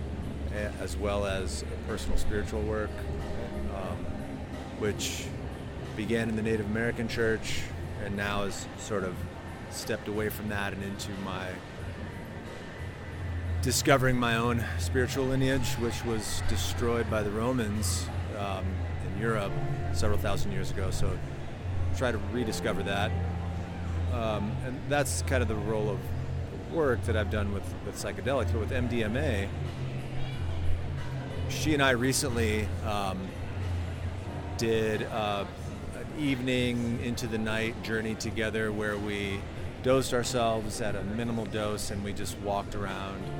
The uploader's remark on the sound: These interviews were recorded at the historic Psychedelic Science 2023 conference in Denver, the largest gathering to date of people who work on advancing the research, access, and legalization of psychedelic-assisted therapies. The interviews are unedited personal accounts.